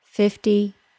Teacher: the number 50 is probably more likely to keep the T sound because it follows an F sound. The F sound does not usually cause a T sound to alter.